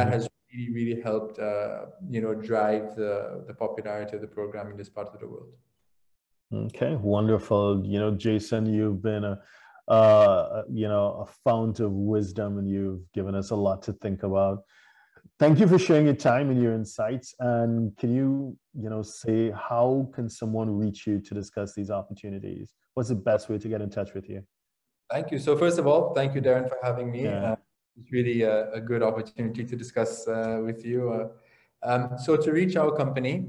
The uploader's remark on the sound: LIVESTREAM. For those joining us on Zoom.